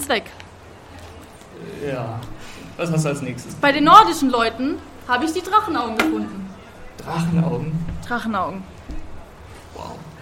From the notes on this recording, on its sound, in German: Unser Live Auftritt bei Annotopia!